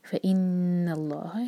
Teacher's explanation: فإن اللہ فا الگ ورڈ ہے اور پھر ان فإن الله نون پر غنا اور لام جلالہ ہیوی اور جب ہم پڑھتے ہیں فإن الله تو ہے کو ہا